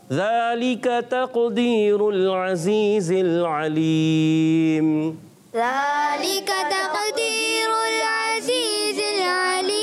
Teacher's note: ذالیکا کاف کو باریک رکھنا ہے اور اس کو کھینچنا بھی نہیں. بعض بچے کھینچ دیں ذالیکا، پڑھتے ہیں نا ذالیکا، تو ایسے نہیں پڑھنا.